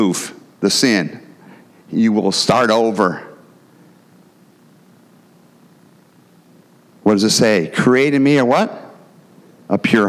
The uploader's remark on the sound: the gospel preached at our church on Sunday